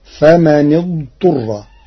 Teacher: قرأ ورش كلمتي فمن اضطر بضم النون المكسورة لضم ثالث الفعل بعدها فتصير فمن اضطر.